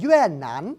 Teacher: vì họ mất chữ m chót, họ biến là chữ n luôn, duyên nán.